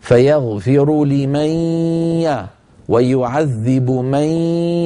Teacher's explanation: ننطق غنة وياء في آن واحد بنفس القوة، لا يطغى أحدهما على الآخر